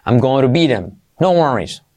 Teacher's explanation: T como R suave, saltamos la H, I como E.